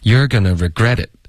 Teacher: You're 和 regret 是重音，OK，要高一点说。